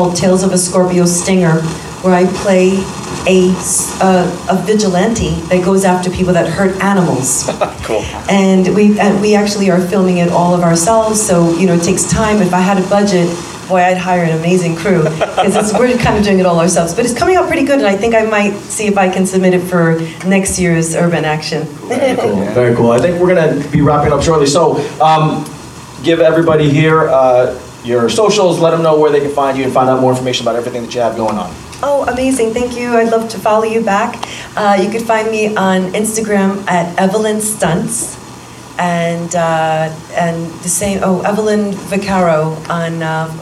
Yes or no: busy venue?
yes